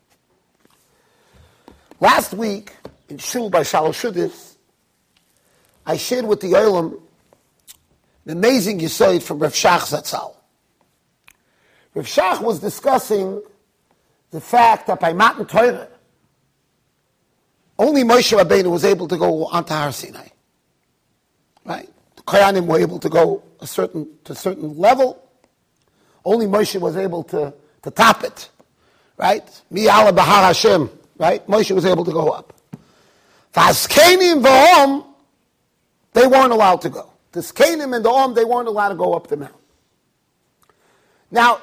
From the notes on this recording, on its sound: Shiur recorded in Yeshivas Ohr Reuven, Monsey NY.